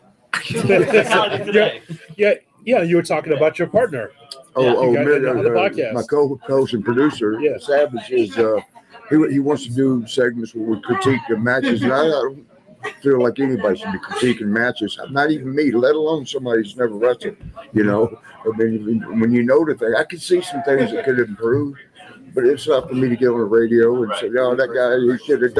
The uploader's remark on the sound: Live from Starrcast in Schaumburg.